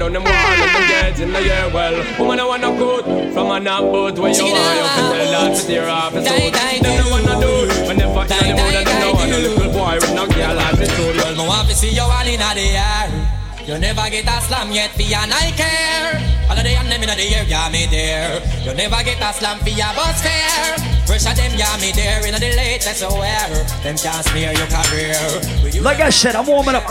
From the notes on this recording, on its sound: A live audio recording of my set at Island Saturdays on June 10th.